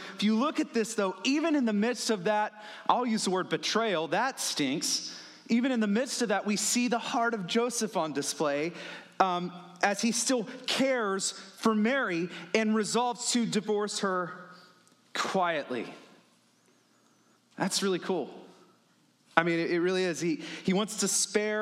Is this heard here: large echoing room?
yes